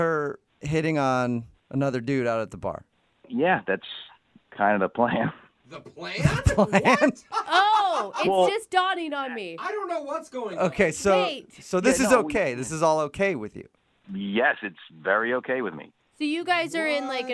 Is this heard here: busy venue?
no